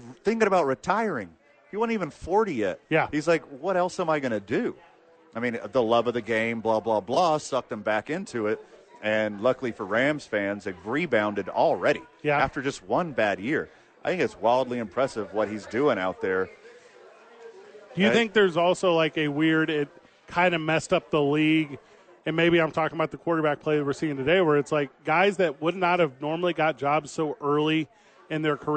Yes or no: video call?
no